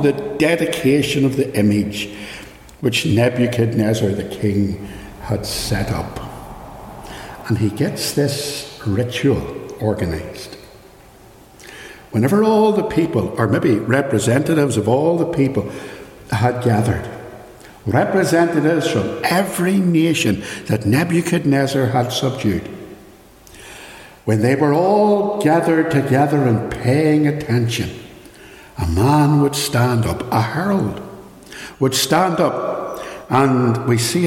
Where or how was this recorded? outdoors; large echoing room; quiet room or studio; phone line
large echoing room